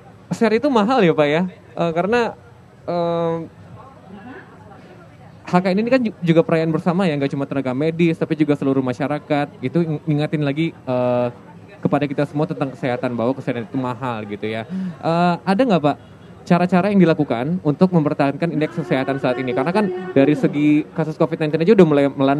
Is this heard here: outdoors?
yes